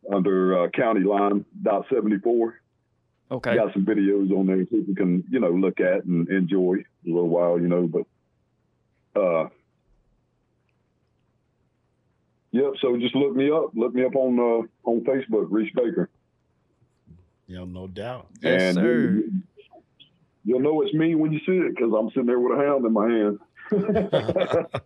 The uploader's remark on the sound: special call in guest